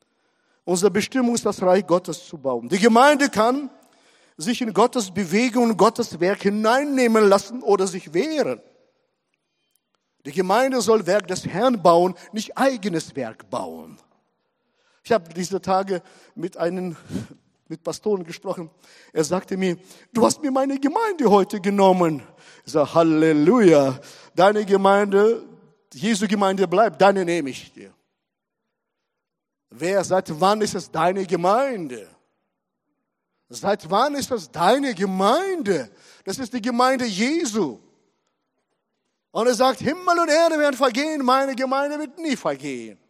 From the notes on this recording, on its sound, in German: Gottesdienst. Predigten aus der Missio Kirche. Gemeinde für Bad Kreuznach und Region.